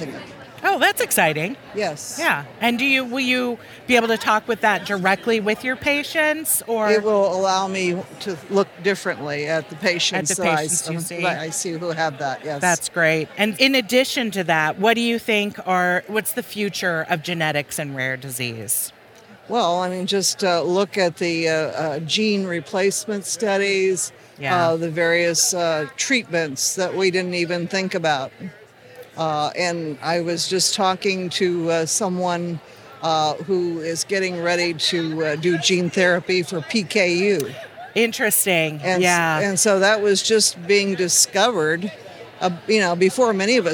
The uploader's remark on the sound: On the floor at the American College of Medical Genetics and Genomics (ACMG) annual meeting in Seattle. As the team walked around the conference.